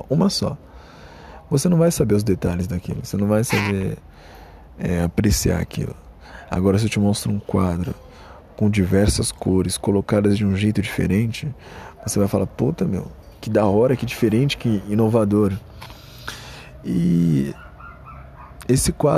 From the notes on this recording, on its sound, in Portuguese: ÁUDIO TERRÍVEL, NÃO ESCUTE. Gravado no celular.